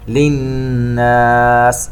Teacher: نون مشددة تغن بمقدار حركتين